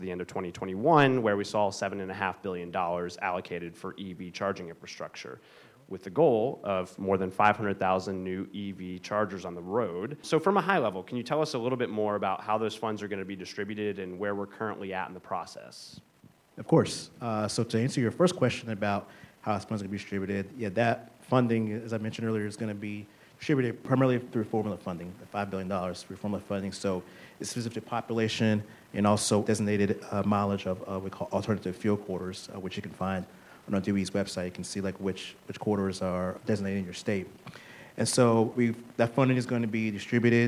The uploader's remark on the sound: We’re back and in action at the 2023 State Energy Conference. In this live recording. The keynote plenary panel conversation.